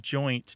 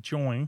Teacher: the dropping of the T from joint to get join · Shown in: second take · kind of conforms to some of the way that Philly speech differs from New York City speech.